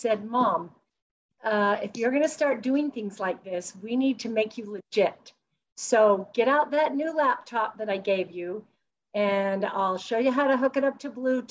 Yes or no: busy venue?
no